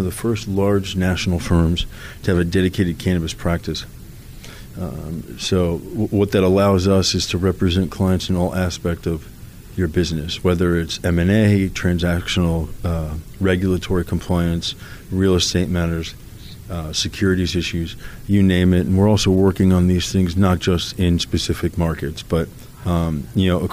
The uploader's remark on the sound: Live From The 2019 USCC Expo